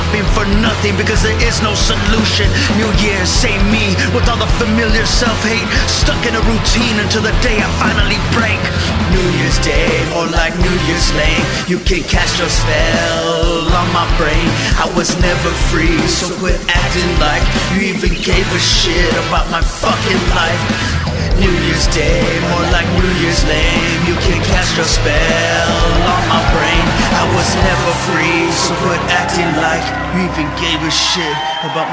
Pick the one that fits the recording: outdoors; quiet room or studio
outdoors